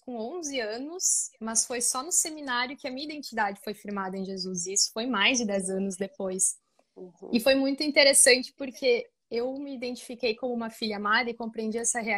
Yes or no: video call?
yes